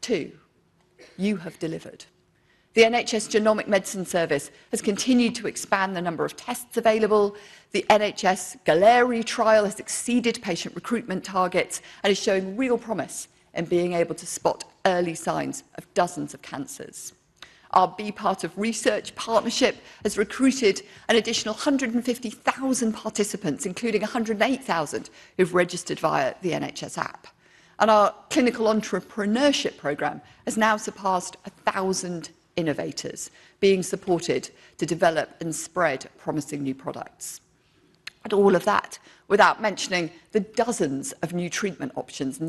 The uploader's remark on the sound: speech to NHS Confed Expo conference, 14 June 2023